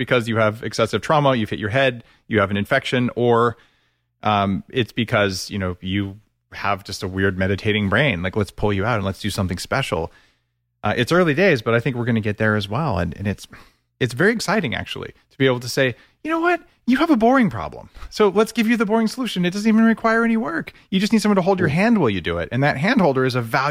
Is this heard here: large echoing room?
no